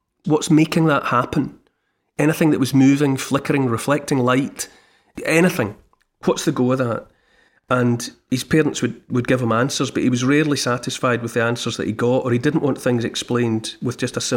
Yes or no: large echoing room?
no